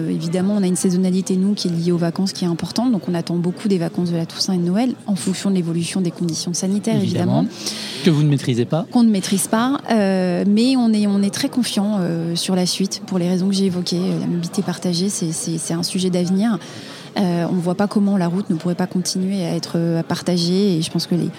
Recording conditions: busy venue